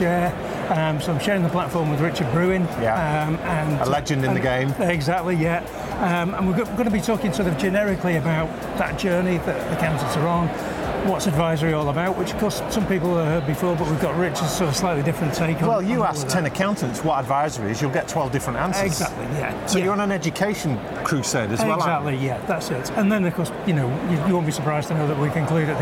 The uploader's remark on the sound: Live from Europe's Biggest Event 'Accountex'. A series of live interviews from Accountex 2022 in London. AIBN were the official broadcast partners of the event. Enjoy the live buzz of the event!